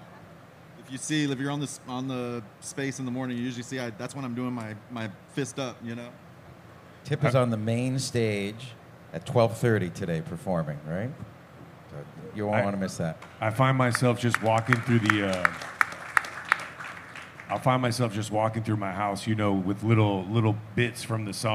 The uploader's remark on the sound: For Café Bitcoin Live at Pacific Bitcoin!